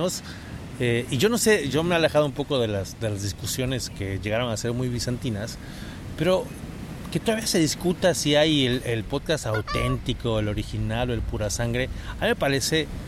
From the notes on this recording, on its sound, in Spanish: conversación ligera con un maravilloso paisaje sonoro mexicano